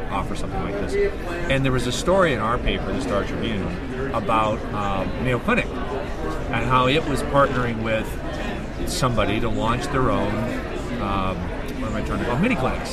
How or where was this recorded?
busy venue